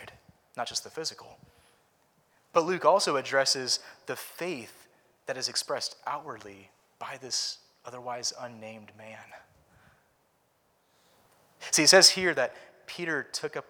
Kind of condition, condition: setting, large echoing room